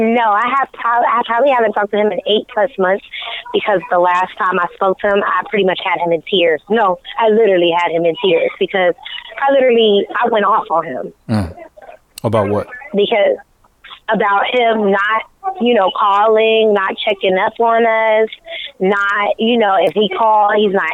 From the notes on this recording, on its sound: Thank You to all people that called in and were open with their stories.